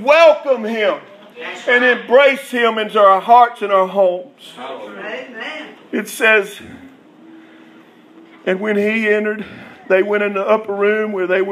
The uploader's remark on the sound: Revival at Rocky Branch Congregational Holiness Church in Dothan Alabama night 3